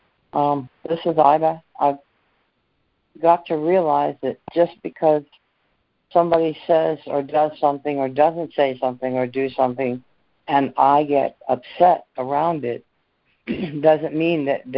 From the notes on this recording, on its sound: ACIM Daily Conference Call